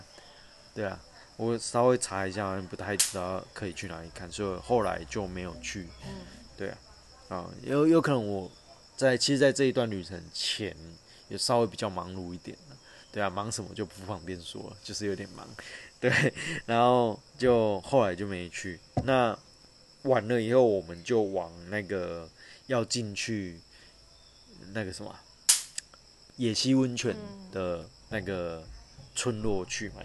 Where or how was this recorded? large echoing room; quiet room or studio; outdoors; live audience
outdoors